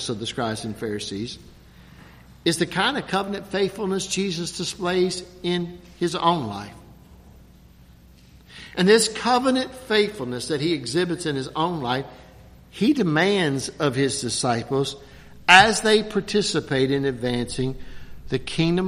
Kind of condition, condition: setting, large echoing room